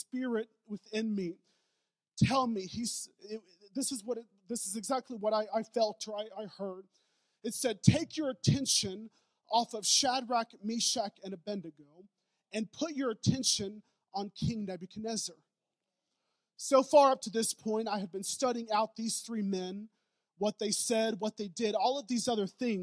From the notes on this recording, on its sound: Preached at Newport City Church.